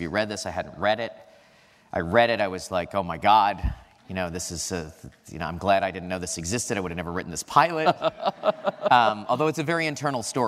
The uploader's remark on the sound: Recorded on April 28, 2015 at New York's 92nd Street Y. Recorded on April 28, 2015 at New York's 92nd Street Y.